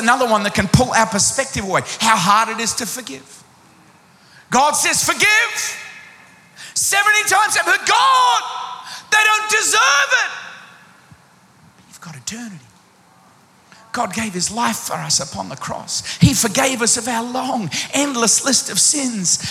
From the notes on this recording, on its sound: Recorded live at Planetshakers Church (Melbourne).